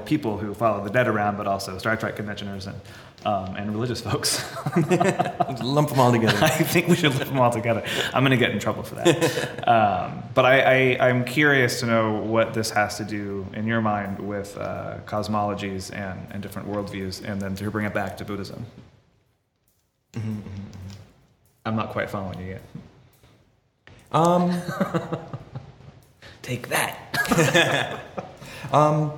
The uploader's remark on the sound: Our second live recording — actually live this time and broadcast via webstream across the Internets — was recorded in the lobby of the Jodo Shinshu Center